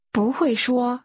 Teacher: The tones in that rose, fell, and rose again.